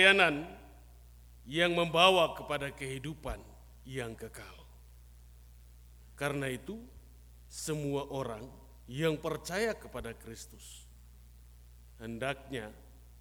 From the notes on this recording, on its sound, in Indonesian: Khotbah dan Doa Syafaat rekaman ibadah Minggu Pagi tgl 22 Januari 2023.